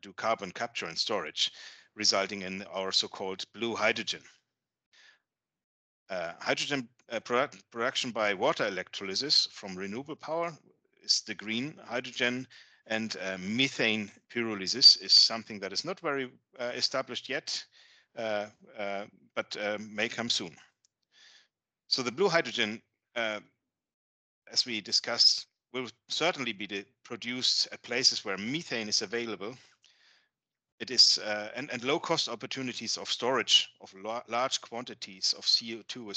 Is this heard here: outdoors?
no